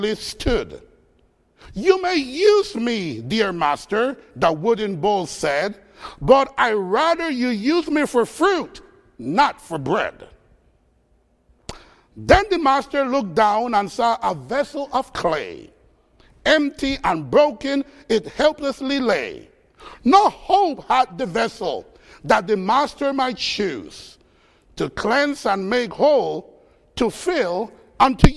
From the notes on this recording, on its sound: Faith Baptist Church in Hamilton, NJ.